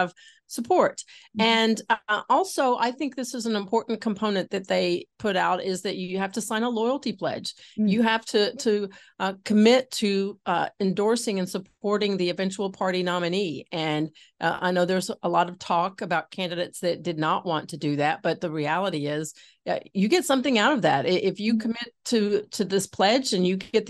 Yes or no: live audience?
no